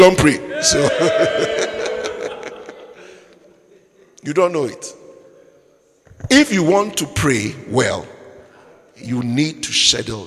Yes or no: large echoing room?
yes